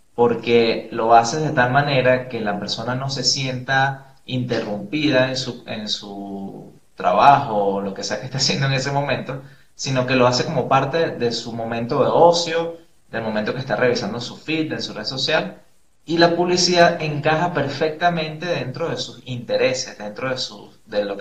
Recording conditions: video call